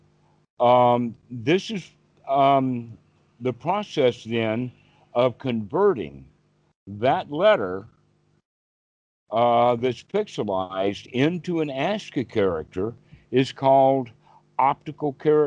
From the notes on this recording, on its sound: the date the call was recorded